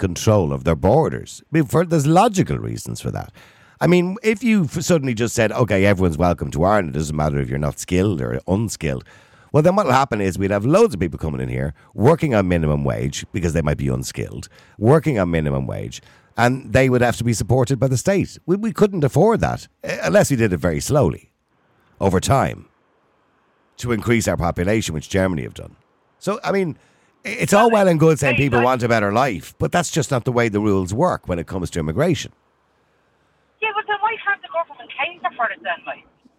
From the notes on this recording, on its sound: (Audio Intewrviews only). Opens the phone lines to invite callers. The debate among the callers becomes heated at times.